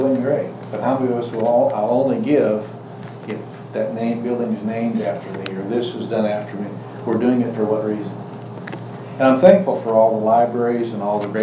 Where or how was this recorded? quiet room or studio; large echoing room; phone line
large echoing room